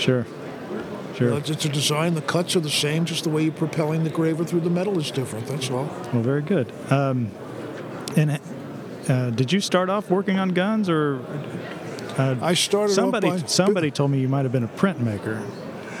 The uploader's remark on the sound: This is an informal conversation. Recorded live at the 2023 FEGA convention at the Westgate Hotel in Las Vegas, Nevada.